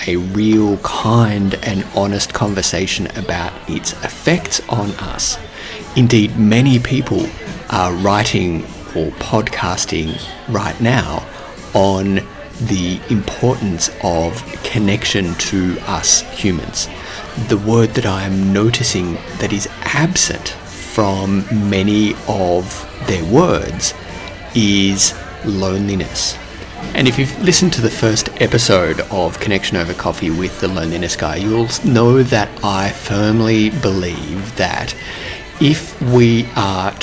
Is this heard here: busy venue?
yes